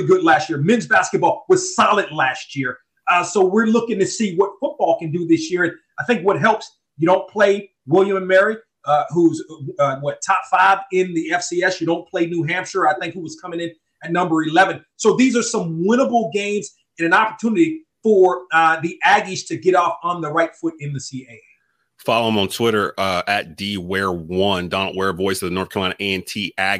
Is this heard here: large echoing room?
no